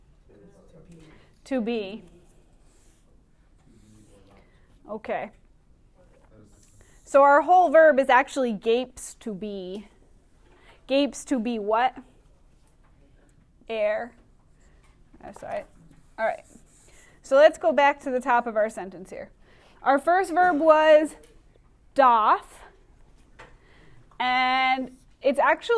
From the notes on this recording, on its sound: Recorded in class 2/24/20.